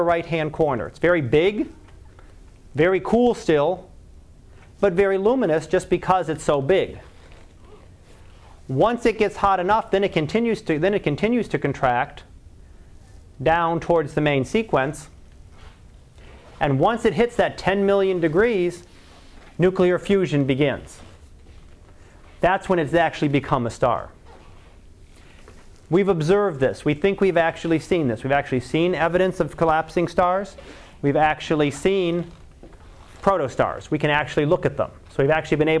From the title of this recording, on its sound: Live Class Lecture